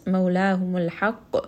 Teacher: Because I am stopping here, the qaf is going to have a qalqala, so that there is going to be a little bit of bounce.